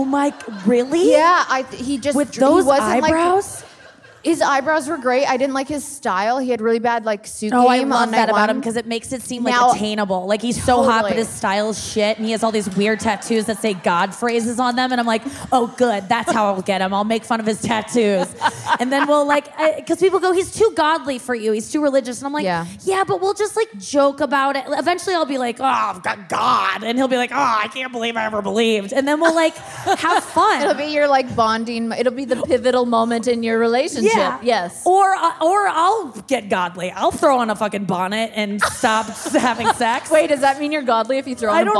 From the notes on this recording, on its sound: The Talkhouse Podcast team is back from Life Is Beautiful Fest in Las Vegas. Today’s show was recorded at Life Is Beautiful. At Hook and Fade Studios in Brooklyn.